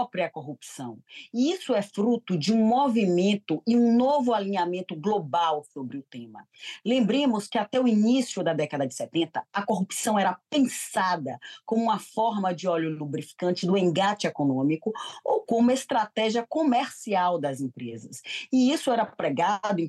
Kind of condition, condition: link, video call